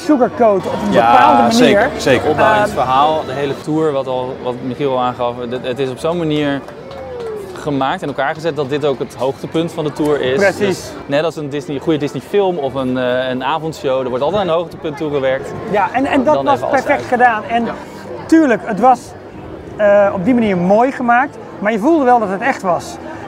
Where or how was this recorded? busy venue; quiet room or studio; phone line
busy venue